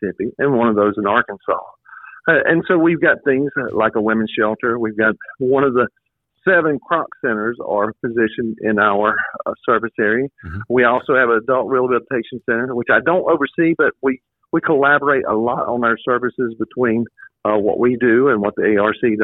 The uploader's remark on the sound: join us by phone